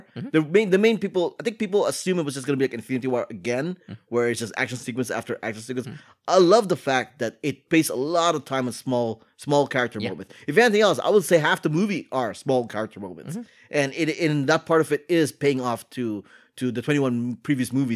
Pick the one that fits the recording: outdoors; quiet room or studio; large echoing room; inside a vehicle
quiet room or studio